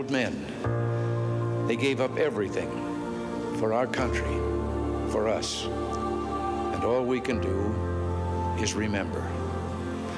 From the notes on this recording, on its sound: Recorded live at Capital Church in Meridian, Idaho